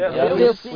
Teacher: يخصم اكسر لي الخاء يخصم اكسر لي الصاد يخصم شدد لي الصاد